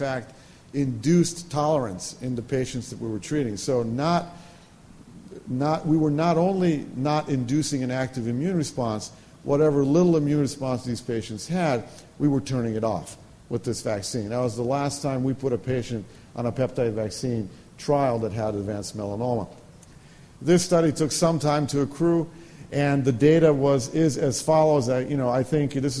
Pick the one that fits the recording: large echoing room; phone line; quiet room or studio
large echoing room